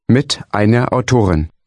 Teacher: Notice the slight R sound at the end of einer when it follows the word with.